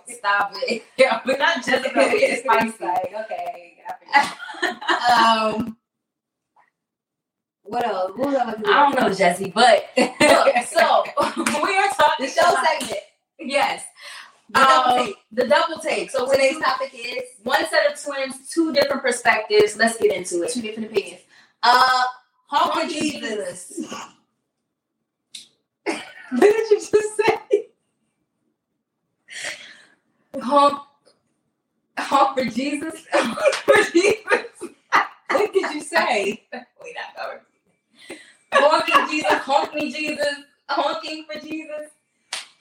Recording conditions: poor sound quality